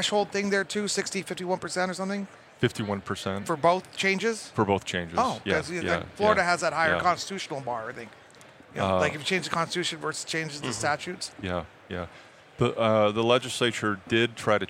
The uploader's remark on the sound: Recorded at MJBizCon 2023